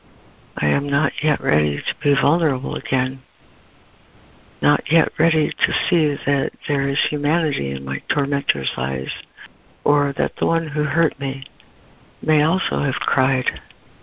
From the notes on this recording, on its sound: ACIM Daily Conference Call